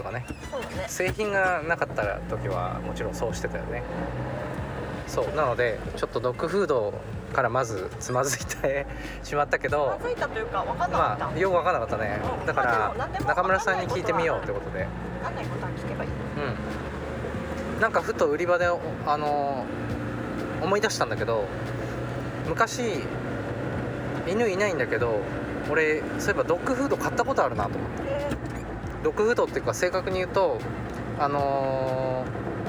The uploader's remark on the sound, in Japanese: 軽トラでクリーンセンターへゴミ出しに向かう道すがらの収録